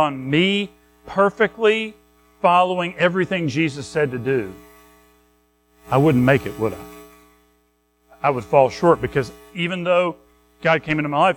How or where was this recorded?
large echoing room